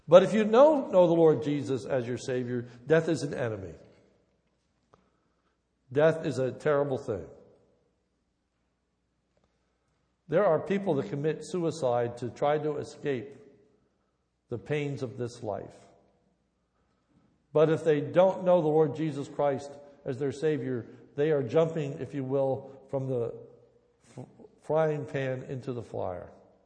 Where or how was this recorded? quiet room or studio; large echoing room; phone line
large echoing room